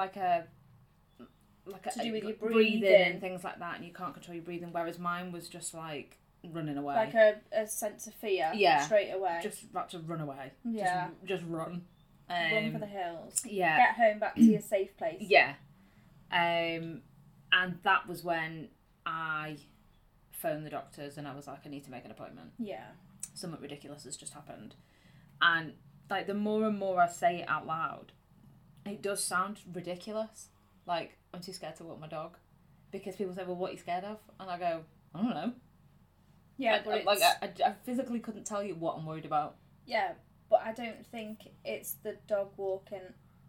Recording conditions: poor sound quality